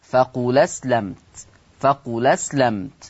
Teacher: عندنا في الآية رقم 20 عندنا قول الله تبارك وتعالى فقل أسلمت، فقل أسلمت فيه النقل. طيب هتشيل الهمزة، طب والفتحة اللي عليها هحطها على اللام فتبقى لام مفتوحة